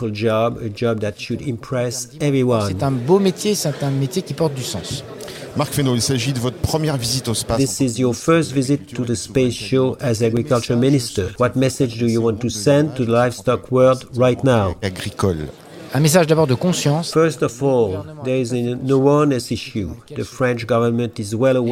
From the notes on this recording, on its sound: Live from the podcasts area of the 36th edition of SPACE